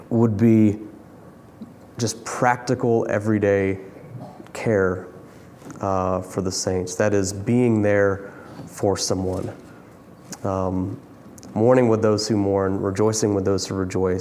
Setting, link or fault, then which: setting, large echoing room